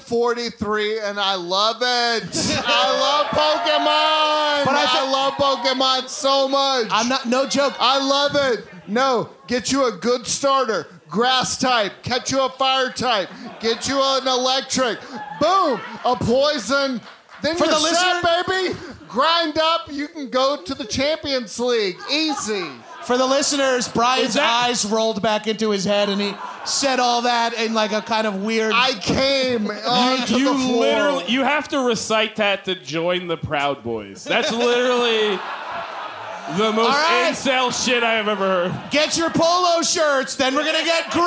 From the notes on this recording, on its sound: Live in Austin. A live edition of High & Mighty (recorded in the before time, don't worry).